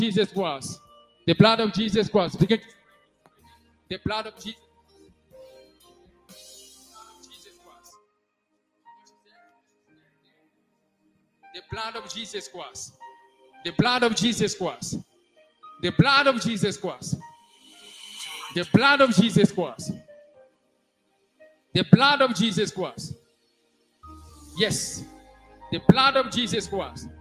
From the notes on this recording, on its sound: SUNDAY LIVE SERVICE